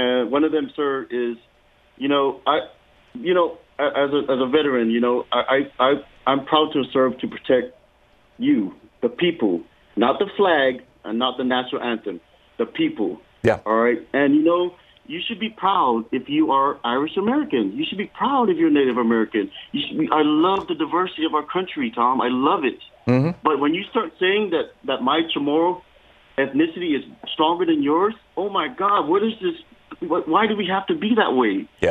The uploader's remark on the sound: Listeners call